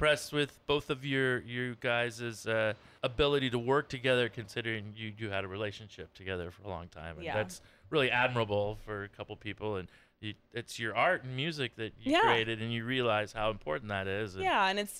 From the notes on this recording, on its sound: at the Casbah San Diego